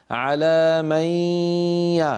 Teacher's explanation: على من يشاء، لما تقول على من وزع الصوت بين الفم والخيشوم، فلا تأتي بياء صافية من الفم ليس معها غنة · Term: الإدغام بغنة